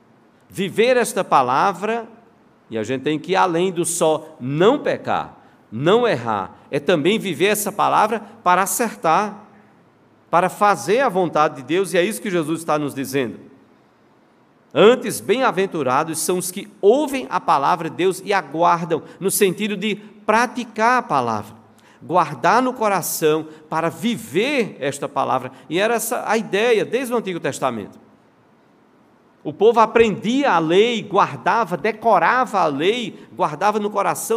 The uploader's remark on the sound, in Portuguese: no culto presencial e transmitido ao vivo